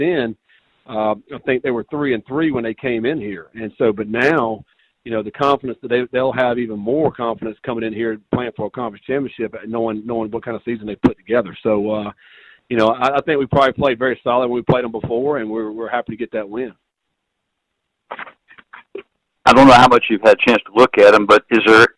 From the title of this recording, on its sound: Sun Belt Championship Media Teleconference